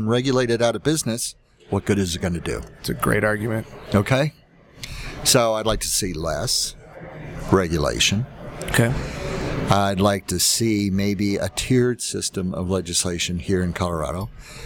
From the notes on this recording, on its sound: This episode is brought to you from Colorado Assisted Living Association's Fall Conference 2019.